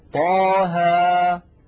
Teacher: طا بمقدار حركتين لأنه مد طبيعي، وكذلك ها بمقدار حركتين